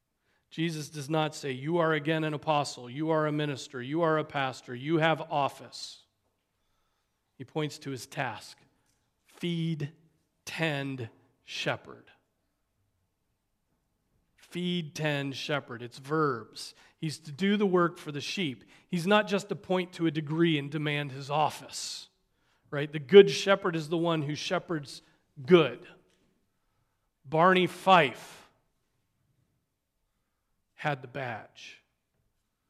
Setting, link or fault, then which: setting, large echoing room